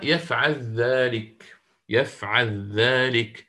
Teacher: انفرد الإمام أبو الحارث بإدغام اللام في الذال من يفعل إذا ورد بعدها ذلك